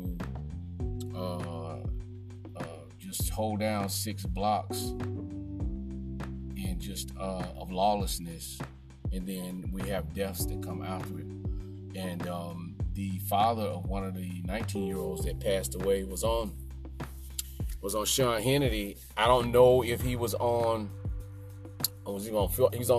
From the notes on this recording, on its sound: Podcasting from my car for the first time.